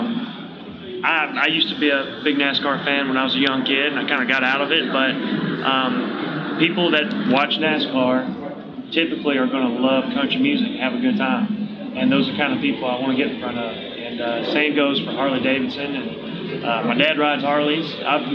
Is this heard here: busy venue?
yes